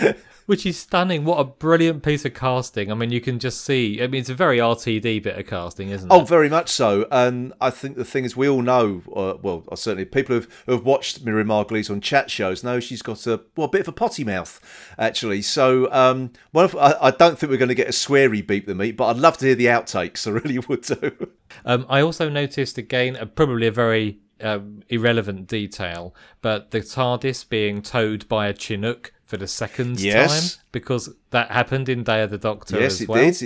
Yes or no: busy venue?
no